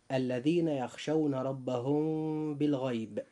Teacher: الإخفاء الشفوي له حرف واحد هو الباء، وتصحبه مع ذلك الغنة. فإذا وقعت الباء بعد الميم الساكنة أخفيت الميم، ويسمى ذلك إخفاء شفوية لخروجهما، أي الميم والباء، من الشفتين